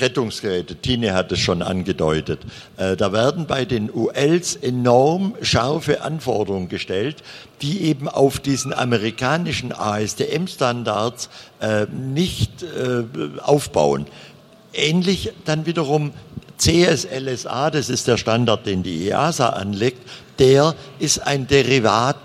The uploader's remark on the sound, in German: Mitschnitt der Podiumsdiskussion auf der AERO 2019 mit Vertretern von DULV, DAeC, Pipistrel und Flight Design.